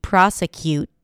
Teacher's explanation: The T, I released it here, but it could be a held T, prosecute, where you just hear that abrupt stop of air